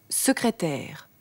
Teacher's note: Das S am Wortanfang ist sozusagen ein scharfes S. Man darf es nicht stimmhaft, also gesummt, sprechen.